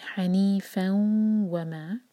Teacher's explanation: فتح کی تنوین پر رکیں گے تو مد عبدانی تنوین ہوگا، دو حرکہ کھینچیں گے، اور اگر کنٹینیو کریں گے تو ہم پڑھیں گے حنیفاً وما، سلائڈنگ تنوین کے بعد واو، ادغام غنہ کے ساتھ ہوگا